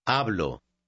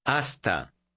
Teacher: Notice that the H is completely silent. You read the word just as if the H weren't there.